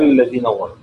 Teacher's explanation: الذين ظلموا ده في تغليظ اللام لورش هنا